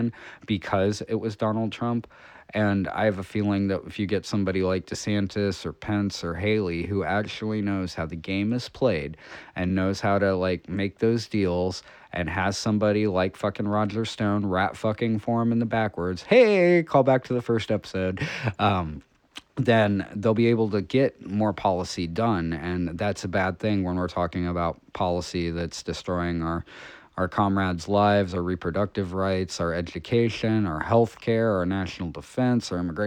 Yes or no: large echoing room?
no